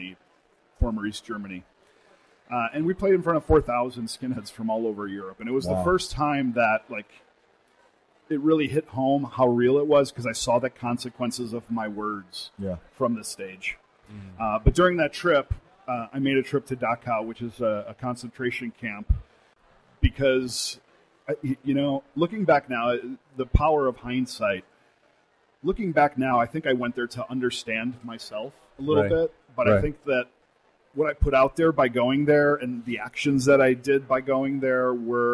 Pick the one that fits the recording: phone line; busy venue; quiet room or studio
busy venue